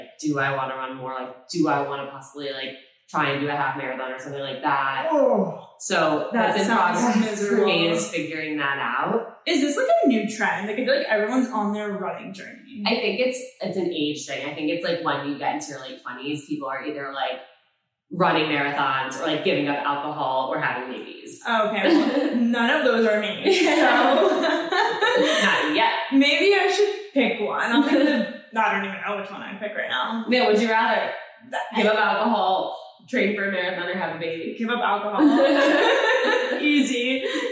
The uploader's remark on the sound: We lost the mic audio